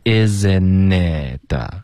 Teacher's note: 丢了音节你发的是 is it,应该是 isn't it